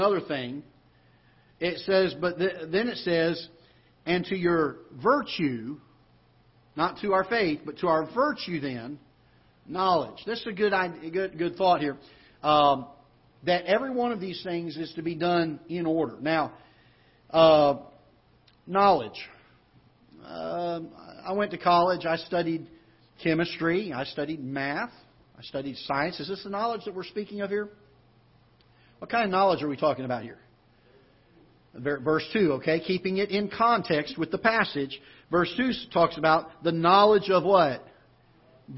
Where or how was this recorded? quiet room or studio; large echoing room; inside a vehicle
large echoing room